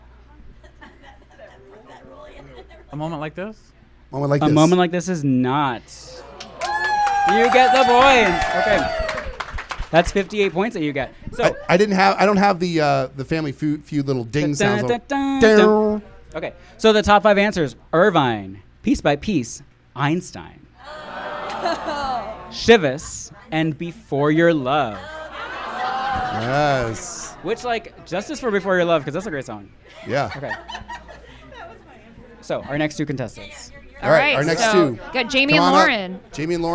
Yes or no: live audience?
yes